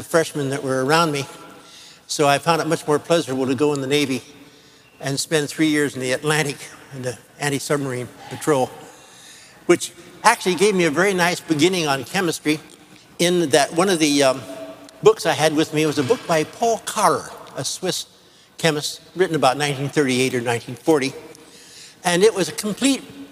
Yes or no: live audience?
yes